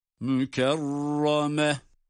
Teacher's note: Ra'da kalın. Çünkü şedde ile birlikte gelen bir üstün hareke var.